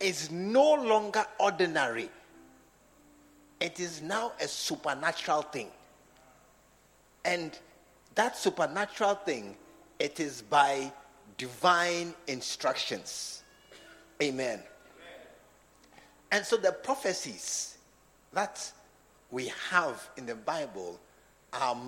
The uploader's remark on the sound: Preached at the SAT Service at True Vine Cathedral, Bantama